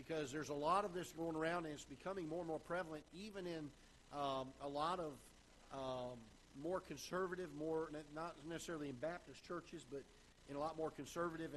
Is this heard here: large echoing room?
yes